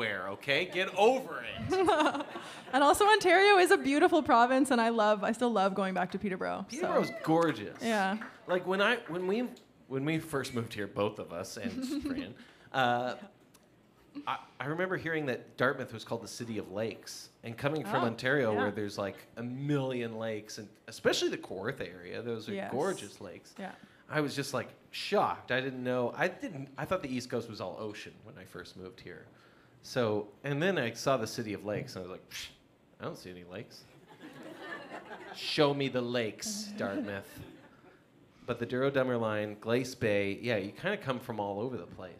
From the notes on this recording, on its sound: Recorded live on stage at The Union Street in Berwick, Nova Scotia.